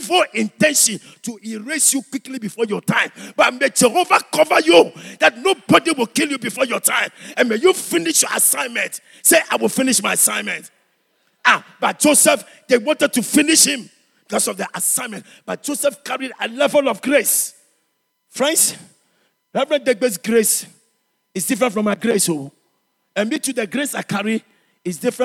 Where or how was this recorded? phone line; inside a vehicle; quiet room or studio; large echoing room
large echoing room